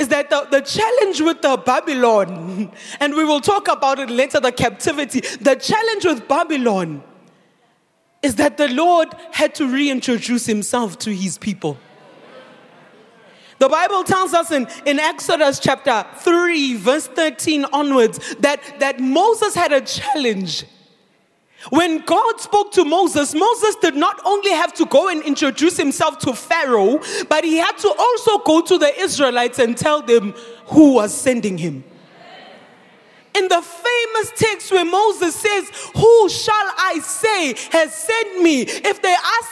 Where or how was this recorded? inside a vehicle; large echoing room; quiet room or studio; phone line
large echoing room